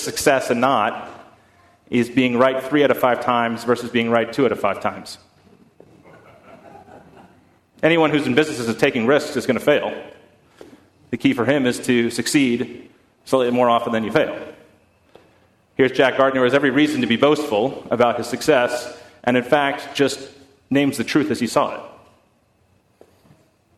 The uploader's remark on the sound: At First Congregational Church of Houston.